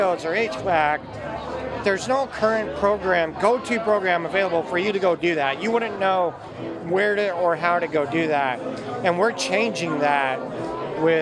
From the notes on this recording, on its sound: South By Southwest 2023: LIVE Street Interviews. Sunrise Banks team heads to Austin every March.